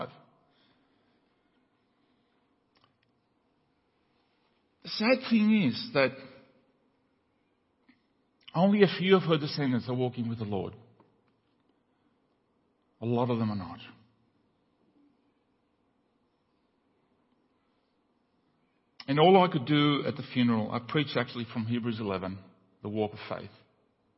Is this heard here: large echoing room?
yes